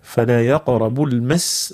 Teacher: ظهروا الصفة متاع السين الرخاوة باش ما تربطش بالجي، مش المج، المج.